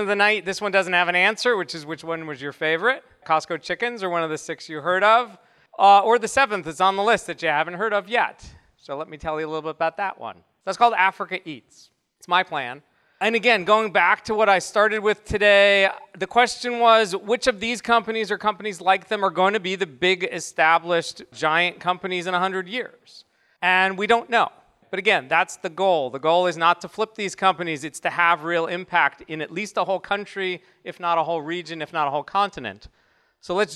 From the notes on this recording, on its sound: This week is a recording of Demo Day from Fledge14, the conscious company accelerator in Seattle.